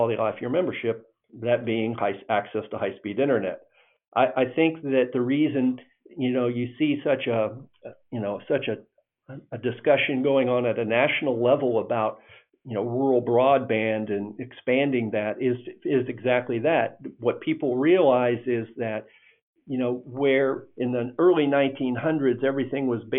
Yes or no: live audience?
no